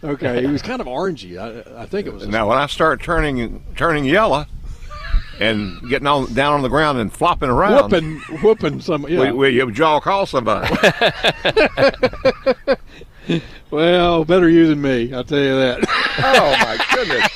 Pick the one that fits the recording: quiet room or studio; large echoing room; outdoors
outdoors